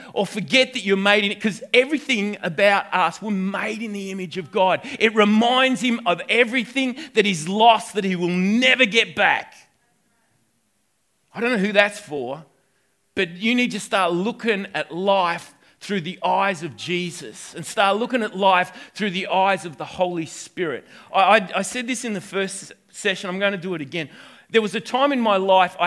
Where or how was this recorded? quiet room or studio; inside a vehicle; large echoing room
large echoing room